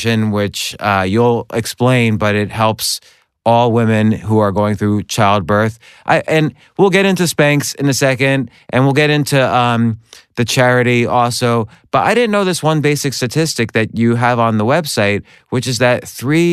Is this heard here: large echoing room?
no